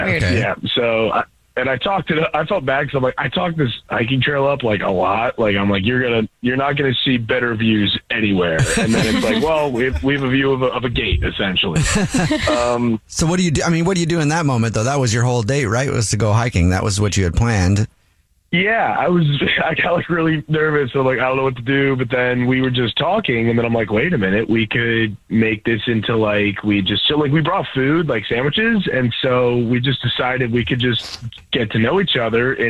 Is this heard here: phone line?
yes